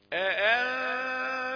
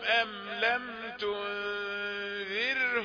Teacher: هذه الراء في الكلمة الأولى إيه مفخمة لأنها سكنت بعد فتح أنذرتهم، لكن أم لم تنذرهم هذه الراء في الكلمة الثانية يعني إيه سكنت بعد كسر فهي مرققة